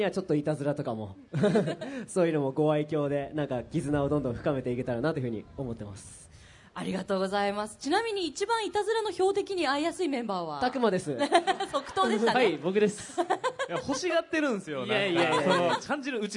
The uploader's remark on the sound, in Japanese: 大阪・松原市で行われた公開録音（後半）の模様。